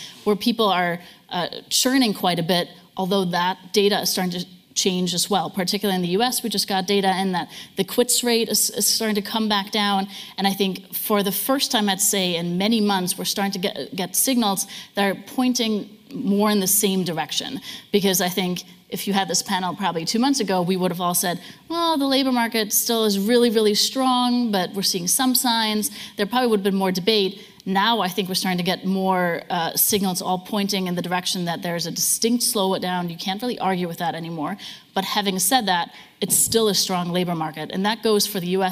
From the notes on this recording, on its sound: This is the full audio of the Chief Economists Briefing session at the Growth Summit. This is the full audio of the Chief Economists Briefing session at the Growth Summit.